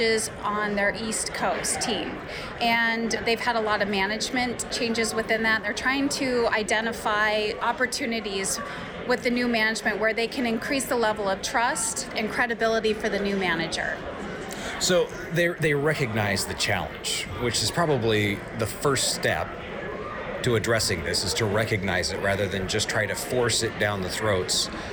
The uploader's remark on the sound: broadcasting live from the TTI Success Insights Conference